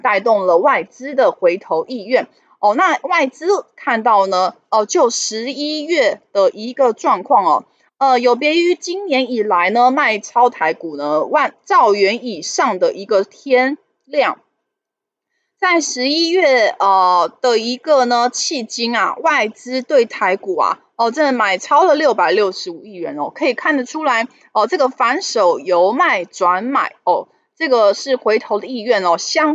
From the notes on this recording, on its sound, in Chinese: 本集有些許雜音，已亟力避免，如有察覺請多多包涵